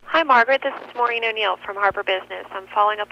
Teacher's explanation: The phenomenon of making statements that sound like questions, a rising intonation.